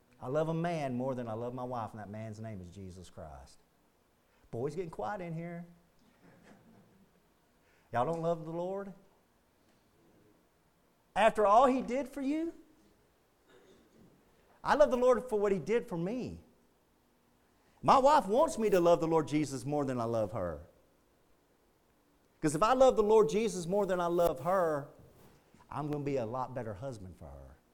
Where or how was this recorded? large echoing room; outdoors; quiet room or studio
large echoing room